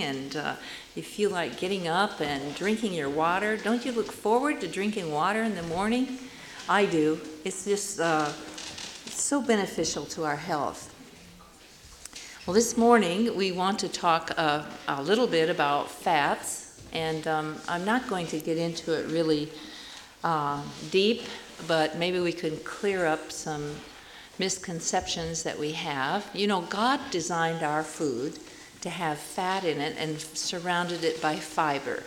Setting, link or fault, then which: setting, live audience